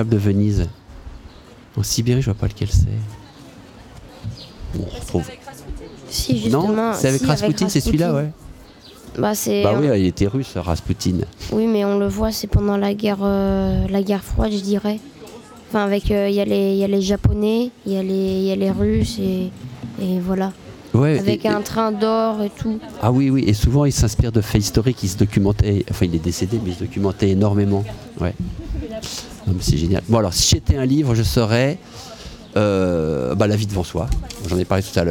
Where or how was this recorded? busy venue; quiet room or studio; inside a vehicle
busy venue